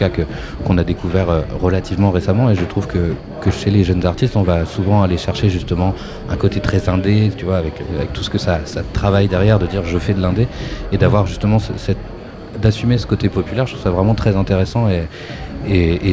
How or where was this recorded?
busy venue